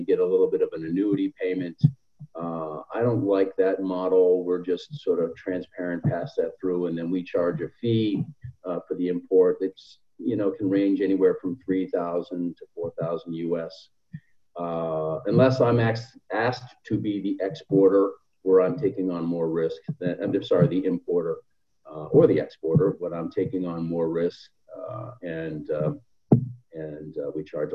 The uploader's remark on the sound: This is a recording of APTN Zoom Call # 13 which took place on 25th June 2020.